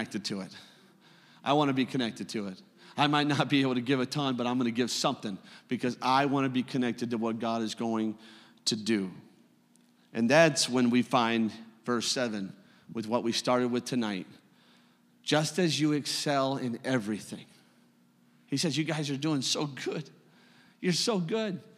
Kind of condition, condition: setting, large echoing room